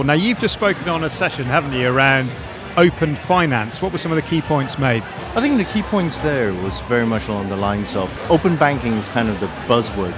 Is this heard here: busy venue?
yes